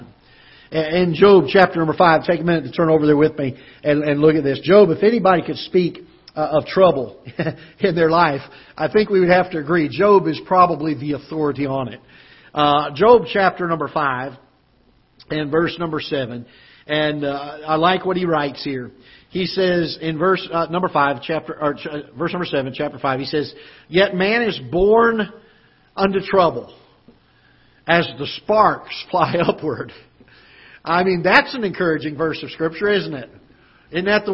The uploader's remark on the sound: Ketha Heights Baptist Church ~ Live Broadcast